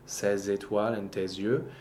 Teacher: A plural article with its noun, in both cases, compulsory liaison.